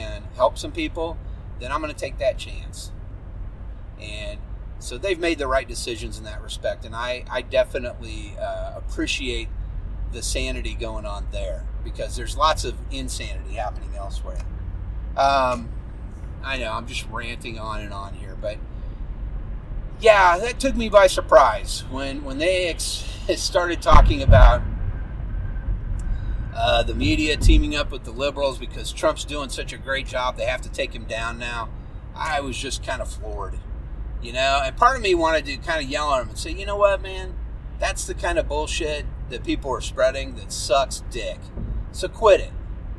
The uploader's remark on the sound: sorry for the sound of my wiper blades scraping across the windshield.